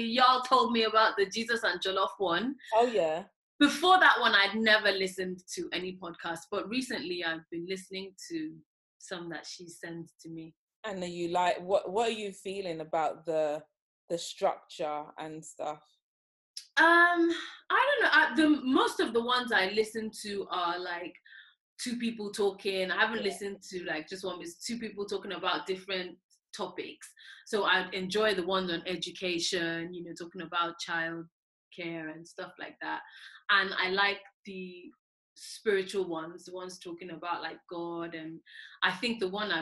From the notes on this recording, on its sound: In this episode was recorded via zoom please excuse the audio quality.